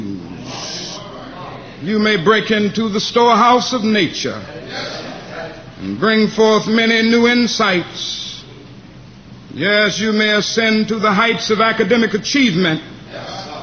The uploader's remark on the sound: delivered at the 11th Annual SCLC Convention, in Atlanta, Georgia, August 16, 1967.